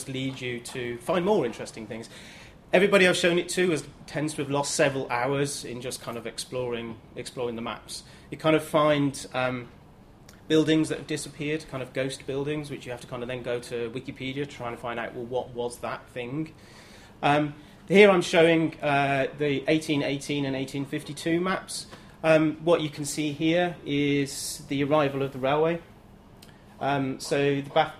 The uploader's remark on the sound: Friday lunchtime lecture